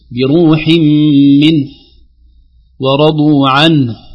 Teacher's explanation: فالبعض يقول بروح منه ورضوا عن، لا تظهر الهاء الأخيرة، نقول بروح منه ورضوا عنه، الهمس وخروج الهواء لحرف الهاء في آخر الكلمة ينبغي علينا أن نظهره حتى تظهر هذه الأحرف الضعيفة الساكنة في أواخر الكلمة.